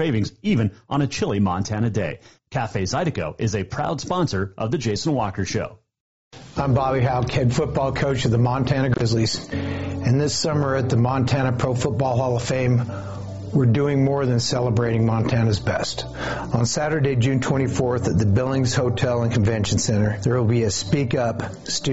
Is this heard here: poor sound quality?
no